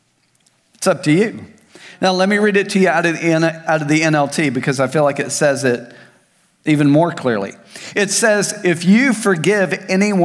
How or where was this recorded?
large echoing room